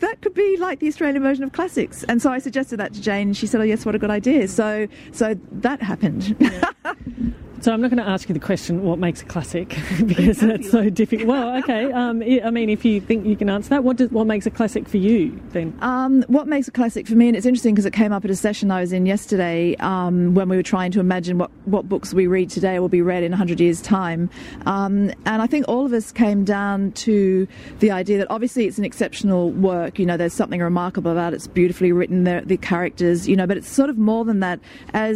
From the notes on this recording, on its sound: at the Sydney Writers’ Festival